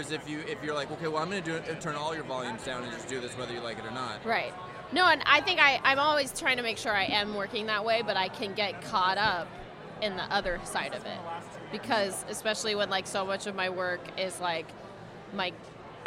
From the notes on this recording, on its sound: Live from INTERNET YAMI-ICHI: Up Late.